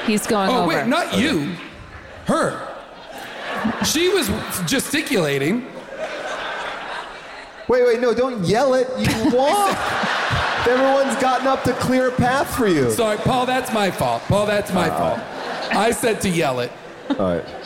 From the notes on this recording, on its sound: Recorded live from Vancouver